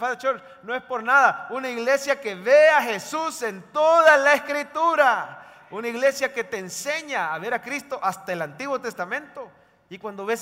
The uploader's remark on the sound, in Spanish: En vivo desde el Centro Familiar de Adoración, para nuestro Día del Pastor 2023.